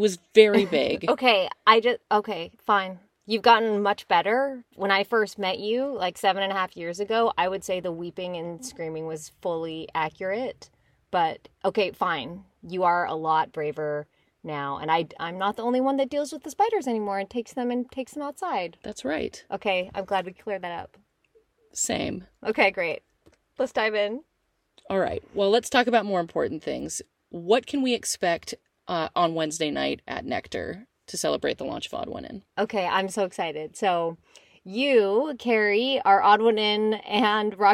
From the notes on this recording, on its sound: Recording in cars with girls. In the back of a hot Jetta.